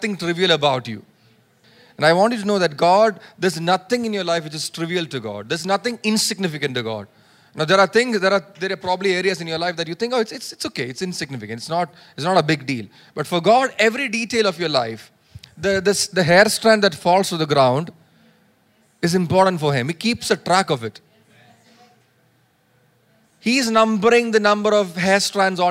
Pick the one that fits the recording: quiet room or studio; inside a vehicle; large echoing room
large echoing room